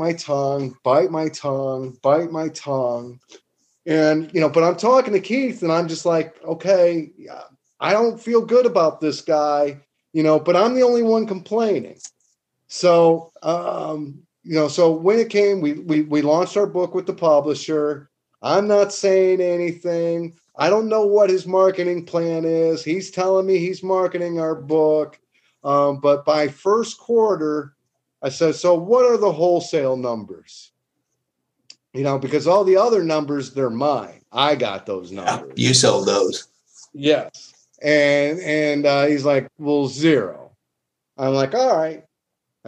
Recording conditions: video call